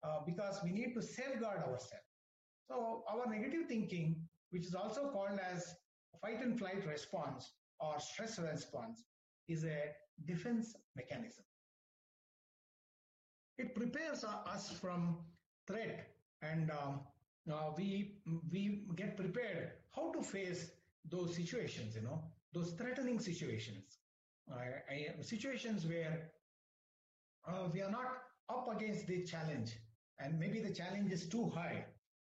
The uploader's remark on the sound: WEBINAR AUDIO RECORDING